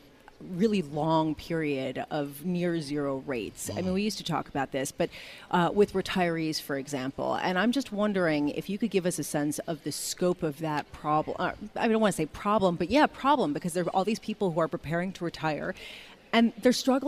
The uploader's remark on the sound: Broadcasting Live from the BNY Mellon Pershing INSITE conference in Phoenix.